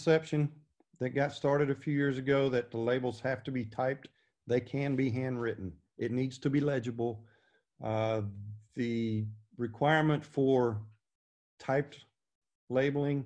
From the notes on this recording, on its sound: This class recording, from the Texas Inspectors Convention 2020